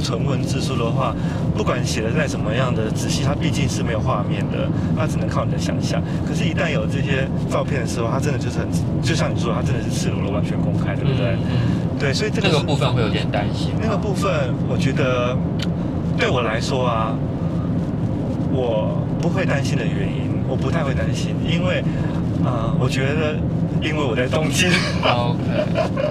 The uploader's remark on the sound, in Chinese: 一段從九份開車到台北的夜路上，在一個移動的空間裡。因車上錄音略有雜音，敬請多多包涵。